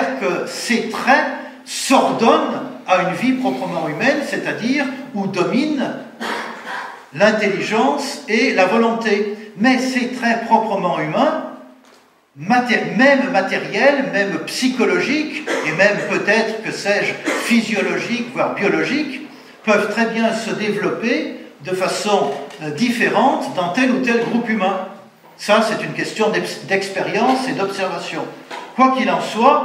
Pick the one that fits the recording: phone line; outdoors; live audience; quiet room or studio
live audience